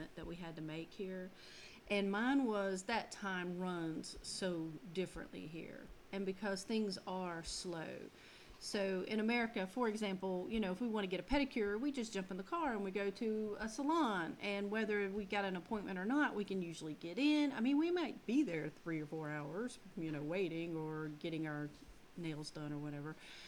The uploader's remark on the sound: The sound on the podcast may be a little low. This is our very first podcast so we have a few kinks to work out.